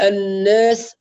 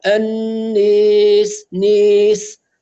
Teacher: نراعي الإمالة الصحيحة بدون نزول مبالغ فيه حتى تصل إلى درجة الياء أو الكسرة · Shown in: second take · وبدون إفراط فتكون قريبة من الألف، لا نقول الناس ولا نقول النيس، بينهما أنيس نيس.